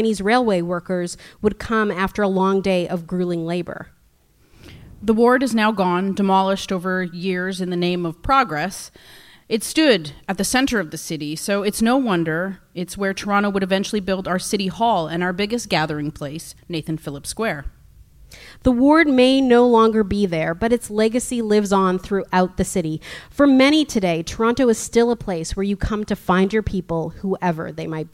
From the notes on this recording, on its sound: It's our first live show! Recorded in front of an audience for the Hotdocs Podcast Festival.